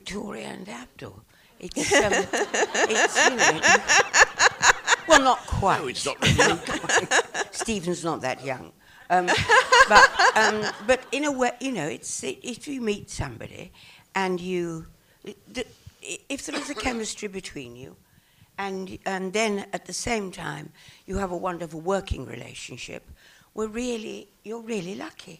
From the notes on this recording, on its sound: Recorded at the Landmark in Los Angeles on 9/22/17.